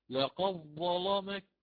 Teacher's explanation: يقرأ لقد ظلمك مع تغليظ اللام هنا